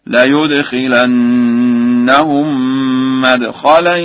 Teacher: قرأ ورش مدخلا بفتح الميم